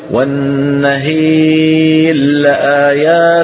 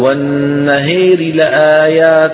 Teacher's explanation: ينطق راء بصوت منخفض ويسرع قليلا · Shown in: second take · Term: الروم